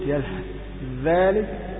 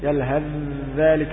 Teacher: فلابد أن تأتي بذال مشدد · Shown in: second take